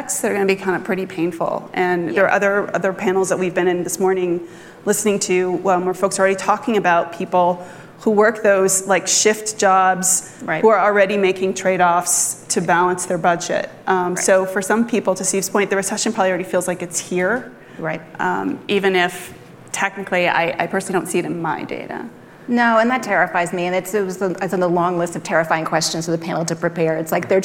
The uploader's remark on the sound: Moderated a panel of economic experts at the 2022 Aspen Ideas Festival.